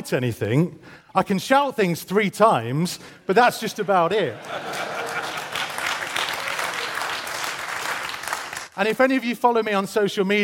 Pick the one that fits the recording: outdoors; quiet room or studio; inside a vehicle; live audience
live audience